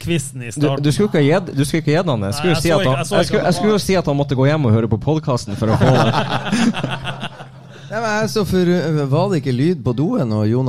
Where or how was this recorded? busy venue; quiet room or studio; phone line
busy venue